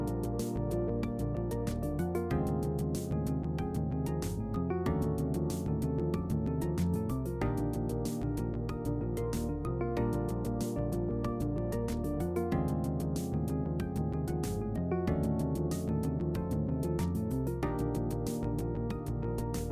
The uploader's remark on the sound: As I am sure you are aware, we are recording this special live show via Zoom, and so please bear with us as we figure out the kinks. Tonight we are joined by some friends of the show.